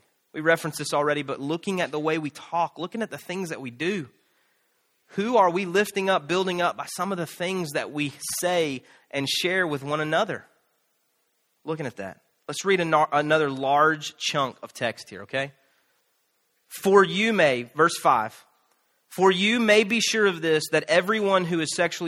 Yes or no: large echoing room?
yes